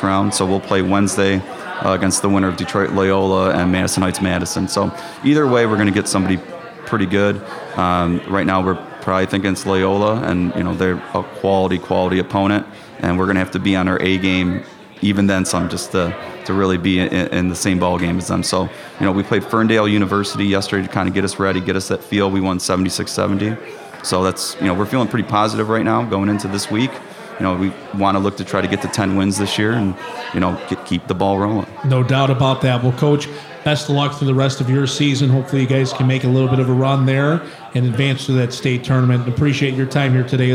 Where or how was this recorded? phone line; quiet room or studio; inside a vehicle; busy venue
busy venue